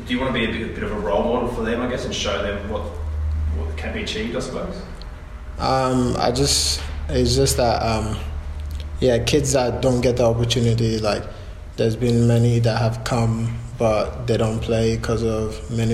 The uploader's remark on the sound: post-FFA Cup Final 2019 press conference